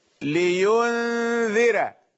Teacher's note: راء مرققة، لينذر أصلا ووقفا، لأن الكسرة في الذال موصولة بنفس الكلمة